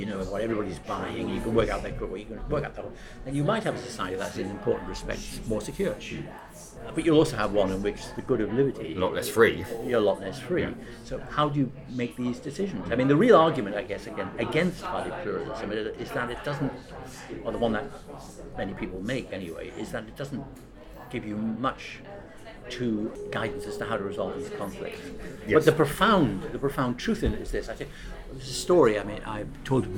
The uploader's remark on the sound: The conversation was recorded in a hotel bar in central London, so there is some background noise.